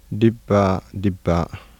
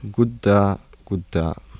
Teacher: Geminate voiced bilabial plosive and geminate voiced alveolar plosive become voiceless unaspirated plosives everywhere.